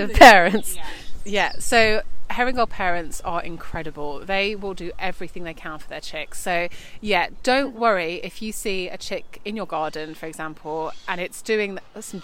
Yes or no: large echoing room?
no